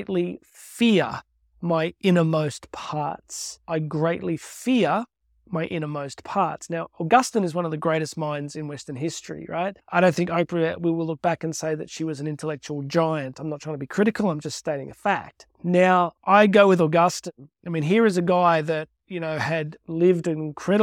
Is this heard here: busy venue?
no